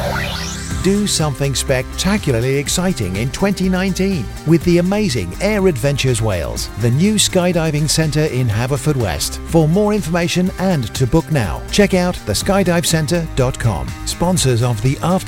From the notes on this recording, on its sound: Live at The Bush Inn, Robeston Wathen Weds 3rd July 1-2pm